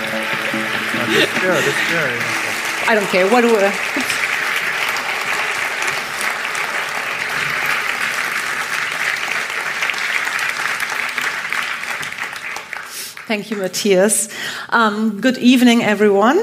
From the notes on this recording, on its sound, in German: Januar 2020 im "Kaufleuten" in Zürich aufgezeichnet.